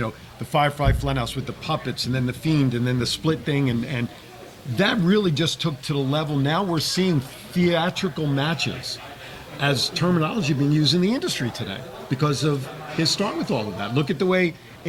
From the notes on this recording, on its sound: live on location from Sams Town